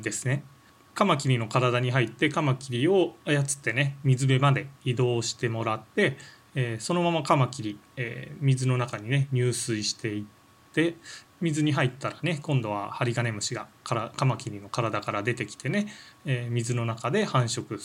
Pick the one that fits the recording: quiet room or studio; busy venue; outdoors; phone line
quiet room or studio